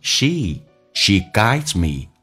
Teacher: She 长元音嘴角咧到极限